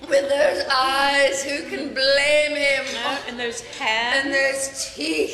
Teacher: some of the words, like the syllables, get drawn out, like the way you say eyes, blame, even teeth